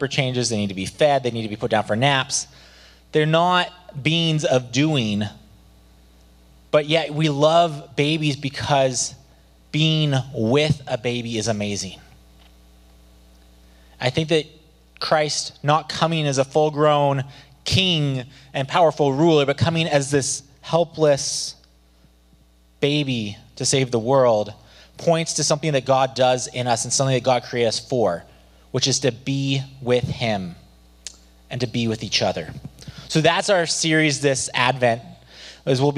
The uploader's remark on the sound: Below you’ll find an audio only recording of our service. Cedar Valley Church.